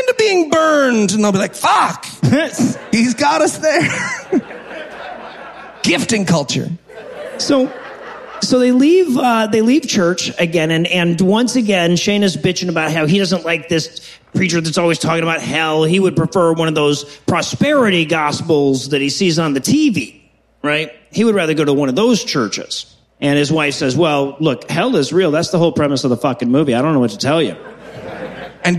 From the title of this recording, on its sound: Live from Toronto